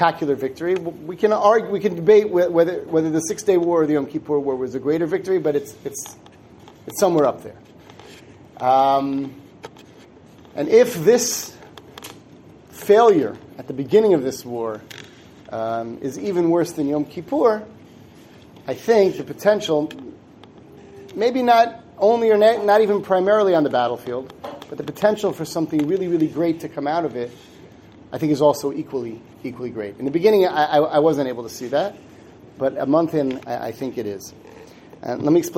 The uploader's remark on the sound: Given at the Synagogue of the Suburban Torah Center in Livingston, NJ